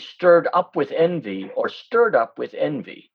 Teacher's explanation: because stirred is a heavier syllable. It takes a little longer to say